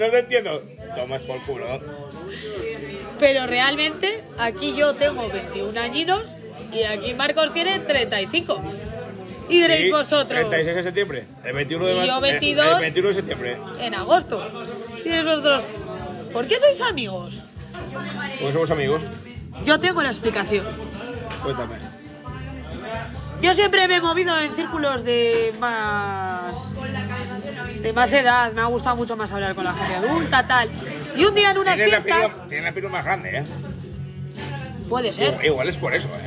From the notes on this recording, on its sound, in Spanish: Un podcast desenfadado y loco grabado en la feria.